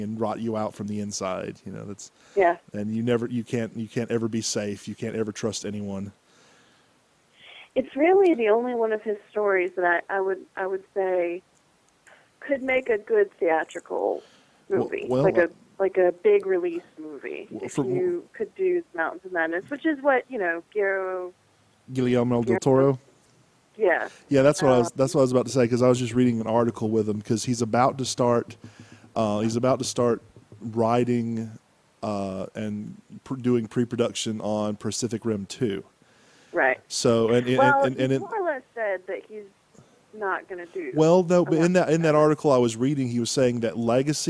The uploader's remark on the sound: Joins by phone.